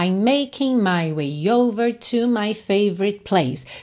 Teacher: Percebe que é tudo muito ligado? Não tem pausa